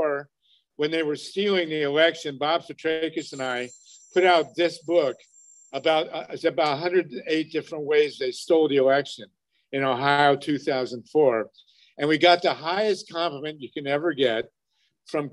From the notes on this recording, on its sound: On a warm, sunny southern California Day, dozens of local activists gathered to meet and hear brilliant movers and shakers from throughout the nation. The program was zoomed to the Progressive Democrats of America.